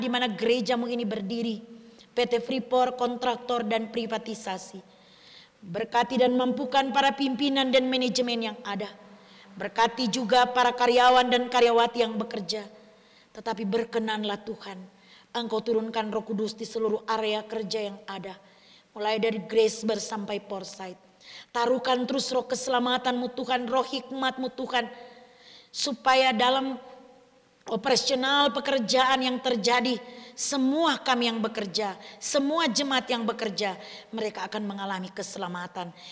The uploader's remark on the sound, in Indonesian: Rekaman Kotbah Ibadah Minggu Pagi GKI KALVARI TEMBAGAPURA. Disiarkan oleh RSK 98.6 FM.